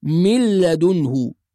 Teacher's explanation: النون في كلمة من بعدها لام، يبقى الحكم كما تعودنا إدغام بغير غنة